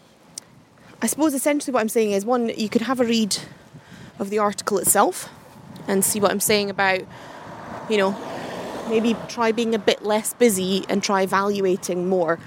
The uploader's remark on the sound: Doubling up on the podcasting today with a bit of a walk and talk!